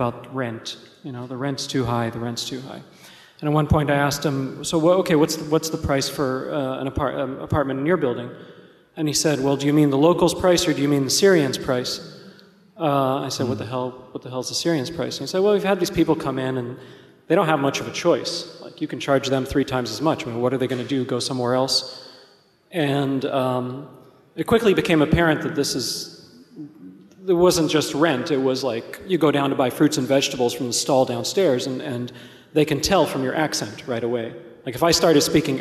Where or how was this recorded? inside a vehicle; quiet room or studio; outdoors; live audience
live audience